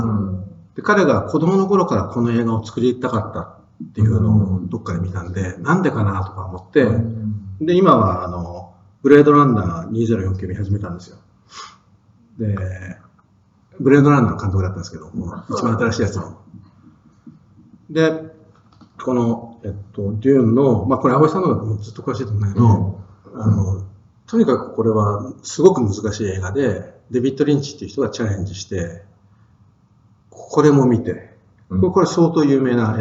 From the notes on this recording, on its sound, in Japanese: 旧マイクで音声ややわるいです